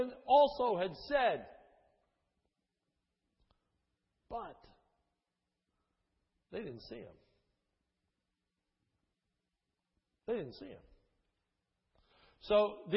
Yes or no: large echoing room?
yes